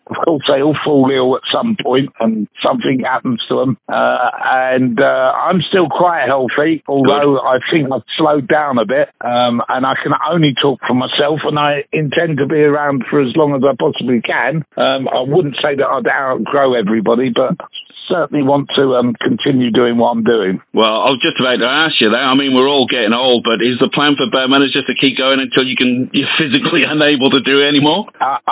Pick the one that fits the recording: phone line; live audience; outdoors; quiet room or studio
phone line